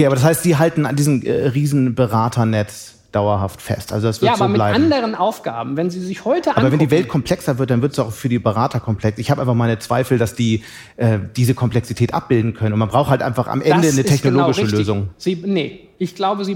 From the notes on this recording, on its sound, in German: Live-Podcast